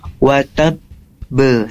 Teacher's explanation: Karena dia wataba bertasydid, maka jedanya satu ketukan baru ada pantulan. · Term: bunyi pantulan